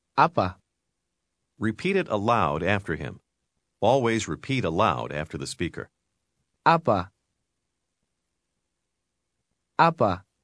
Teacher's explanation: Did you hear the two different A sounds? The first A is stressed.